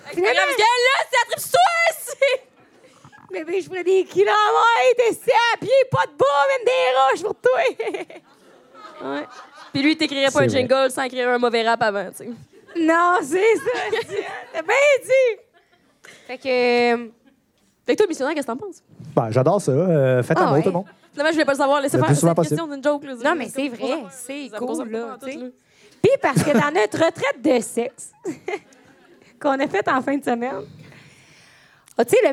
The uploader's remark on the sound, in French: Live à Québec. ON PART EN TOURNÉE DE PODCAST LIVE !!! On est TRÈS heureuses de vous présenter ENFIN notre premier podcast live!! Quelqu'un dans la salle s'est littéralement pissé dessus.